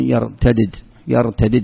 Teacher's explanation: أما لغة قريش فهم يقولون يرتدد، يرتدد، يفكون الإدغام